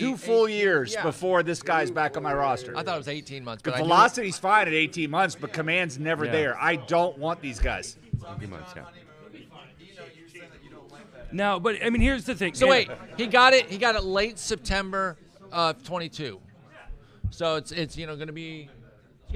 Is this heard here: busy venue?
yes